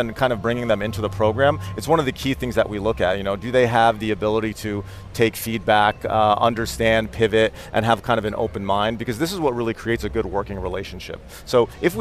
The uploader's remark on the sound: We’re on the road again this week - broadcasting LIVE from the Abu Dhabi Finance Week.